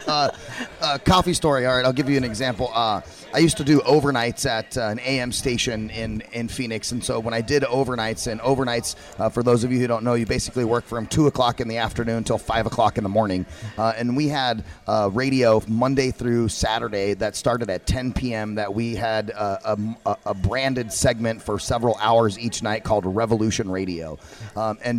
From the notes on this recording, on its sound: Join VoiceAmerica Live as we Broadcast from the Spring Digital Hollywood event with special guest and hosts on site in LA.